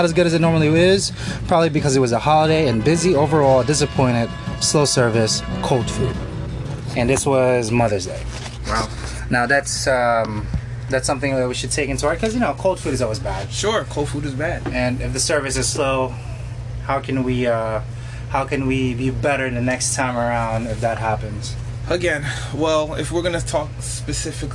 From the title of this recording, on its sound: Live In Restaurant